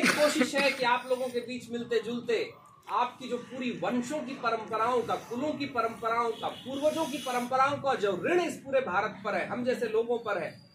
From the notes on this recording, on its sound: Over fifty people joined him as he headed out to discover the river's spectacular magnificence. While walking the 3000 kilometres of the Narmada Parikrama, from the biggest towns to the smallest villages.